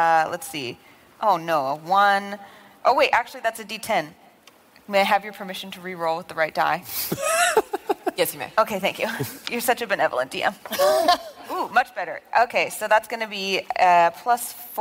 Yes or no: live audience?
yes